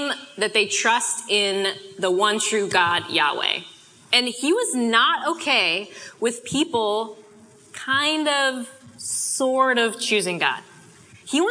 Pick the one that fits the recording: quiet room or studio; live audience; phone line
live audience